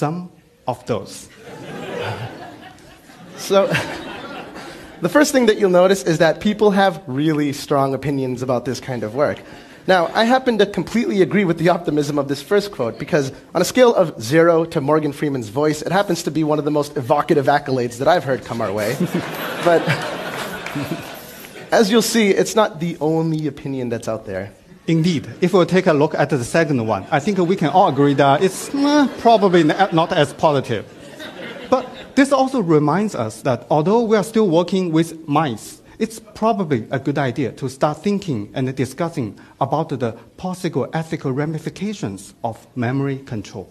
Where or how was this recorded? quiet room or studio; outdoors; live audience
live audience